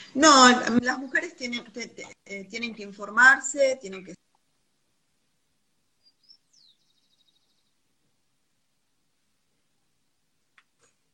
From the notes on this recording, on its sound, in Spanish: Audio de la charla en vivo por Instagram